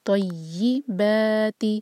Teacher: طیباتی با مد طبعی دو حرکہ اور تی ایک حرکہ